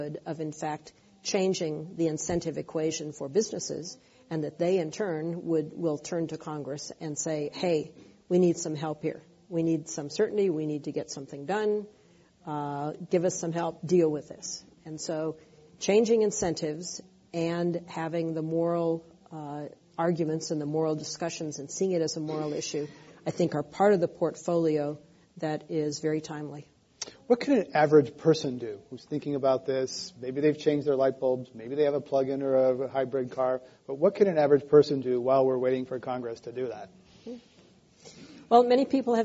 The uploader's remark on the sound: This program was recorded in front of a live audience at The Commonwealth Club of California.